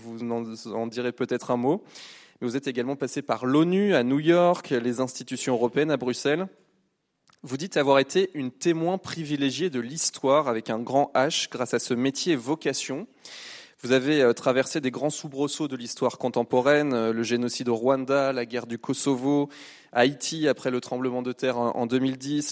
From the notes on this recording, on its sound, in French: Réécoutez la conférence du 17 mai 2023 à l'UCLy